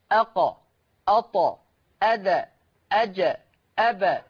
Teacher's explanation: فالقلقلة لا تميل لحركة، لا تميل إلى فتح ولا تميل إلى كسر ولا تميل إلى ضم